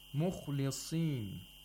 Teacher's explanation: We have a sad with the lowest level of tafkhin. Because it has a kasra.